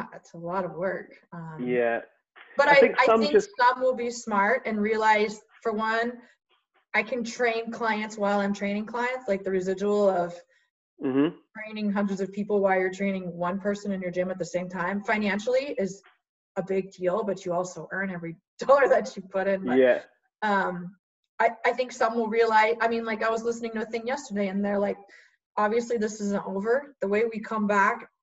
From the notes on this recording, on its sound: Via Zoom so please excuse the audio quality.